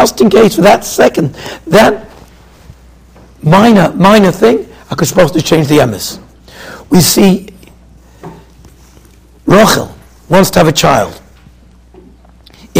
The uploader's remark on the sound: Shiur recorded in Yeshivas Ohr Reuven, Monsey, NY.